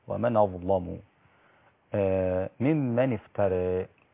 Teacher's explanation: طبعا النقل في ومن أظلم نقلت حركة الهمز إلى الساكن قبلها اللي هي النون فأصبحت ومن أظلم، واللام طبعا مغلظة بعد الظاء عند ورش فقط